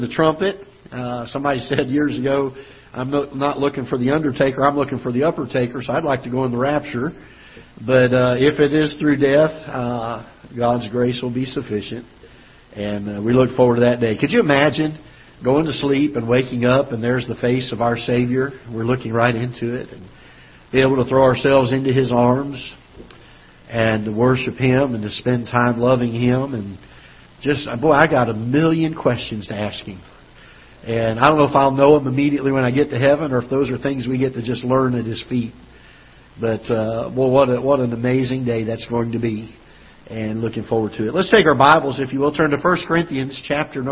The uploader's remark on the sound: Ketha Heights Baptist Church ~ Live Broadcast